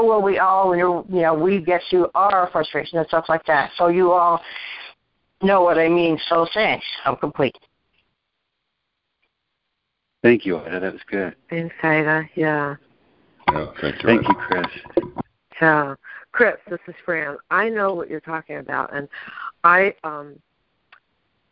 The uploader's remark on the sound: ACIM Daily TEXT Conference Call